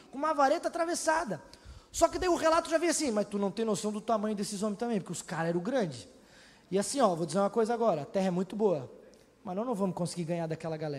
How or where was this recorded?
large echoing room